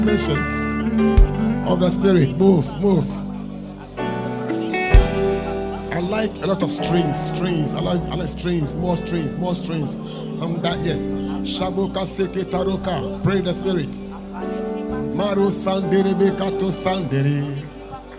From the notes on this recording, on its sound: Preached At LCC Goshen